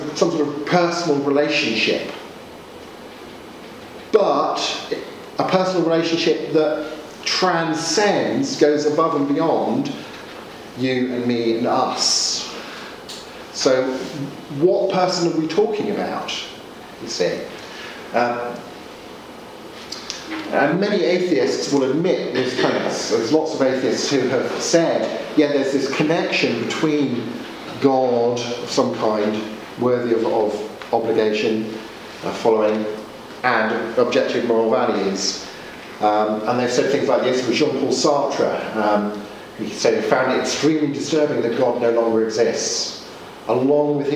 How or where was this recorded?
large echoing room